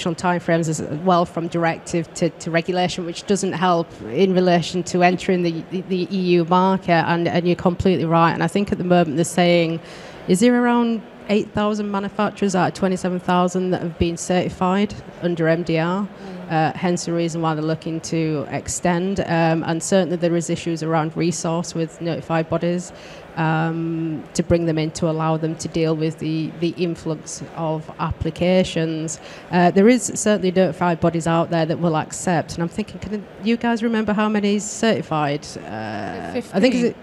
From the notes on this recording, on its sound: Live from Med-Tech Innovation Expo 2023 (recorded 7th June)